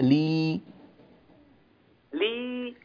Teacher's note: تلاحظ وسط لسانك وقد ارتفع إلى الأعلى صح؟ · Term: لام مكسورة